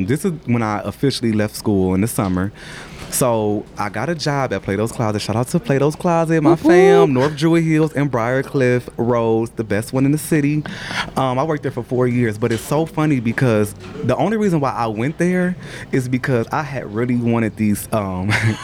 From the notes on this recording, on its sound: Recorded at a busy Starbucks